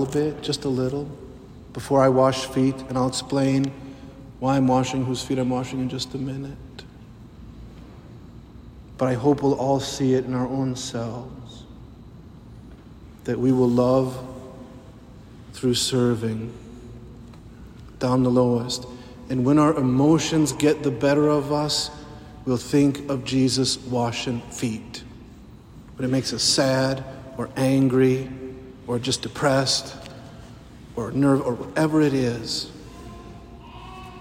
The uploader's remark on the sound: The sermon preached at the Holy Thursday Mass of the Lord's Supper